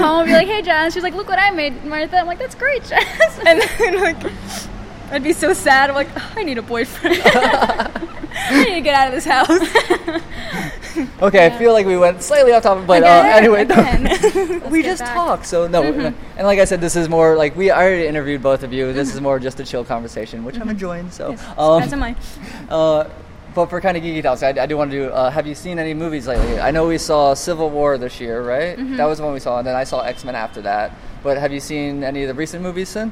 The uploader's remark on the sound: This was recorded a couple weeks back at Long Beach Comic Con 2016.